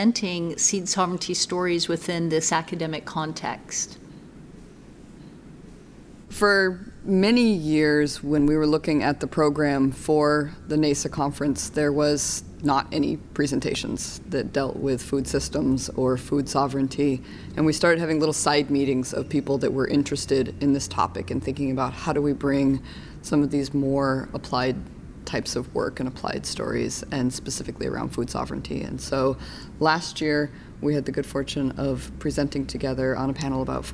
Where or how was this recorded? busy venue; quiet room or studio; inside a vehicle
busy venue